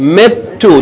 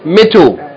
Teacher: Hold the ta because it has shadda · Shown in: first take